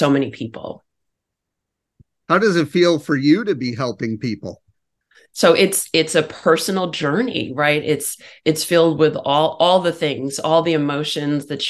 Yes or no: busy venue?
no